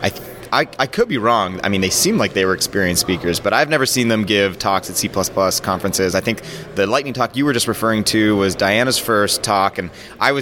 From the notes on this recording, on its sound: Record live from CppNorth 2023 in Toronto, Canada. Interview more speakers and attendees from the conference!